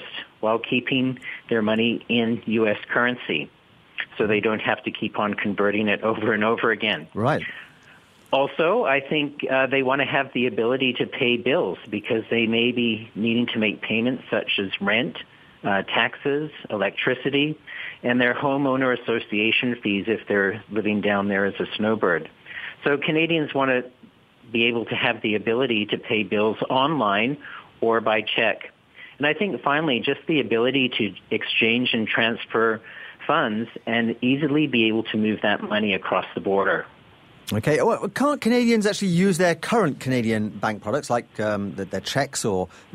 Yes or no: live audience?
no